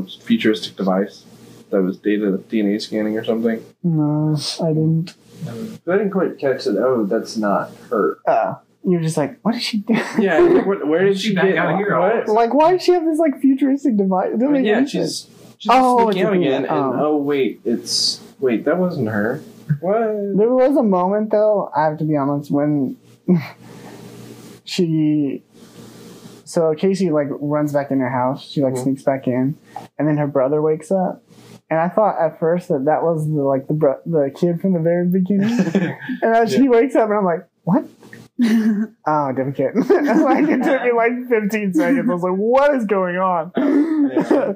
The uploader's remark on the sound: this episodes audio quality...mediocre